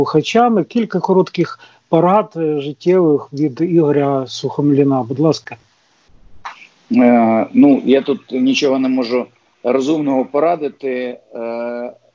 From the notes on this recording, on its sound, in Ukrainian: з допомогою skype